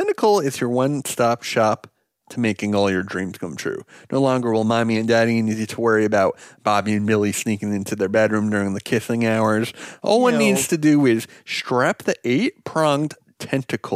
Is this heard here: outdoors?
no